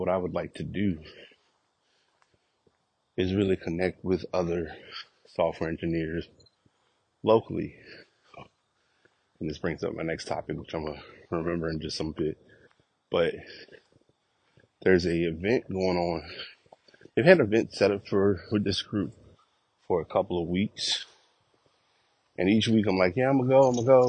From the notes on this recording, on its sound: Walk Recording.